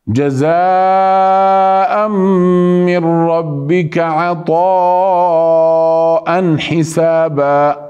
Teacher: هنا يوجد ميم أدغمت، التنوين النون الساكنة التي هي التنوين أدغمت بالميم، فخرجت الغنة من الأنف